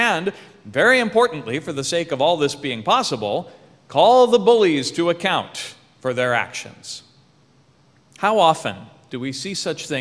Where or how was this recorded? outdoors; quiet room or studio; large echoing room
large echoing room